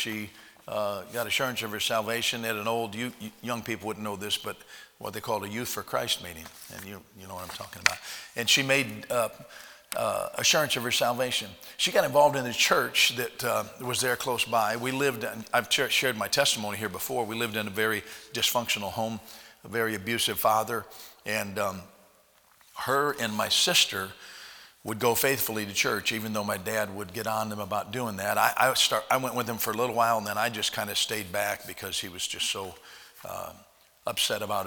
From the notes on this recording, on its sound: at Heritage Baptist Church, Lawrence Kansas on Tuesday Chapel, January 19th, 2021